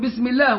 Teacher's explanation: طبعا نحن هنا نرقق اللام لما جاءت مكسورة بعد الإضافة، فنقول بسم الله ولا نقول باسم الله، نقول بسم الله، ترقيق اللام لورودها مكسورة.